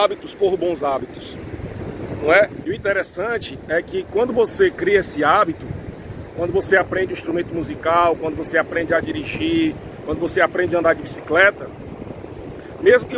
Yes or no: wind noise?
yes